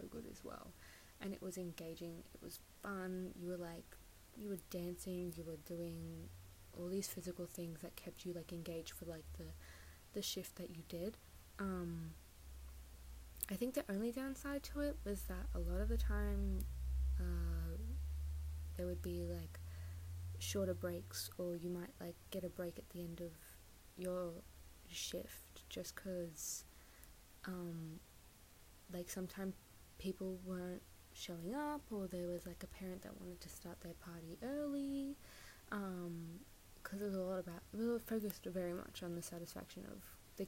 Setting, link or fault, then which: fault, uneven or low level